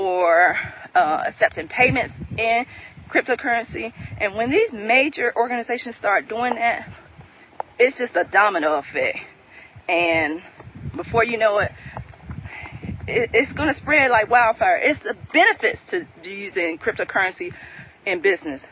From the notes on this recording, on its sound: I'm walking out here and I'm very precautious of snakes. I am walking in the park while recording.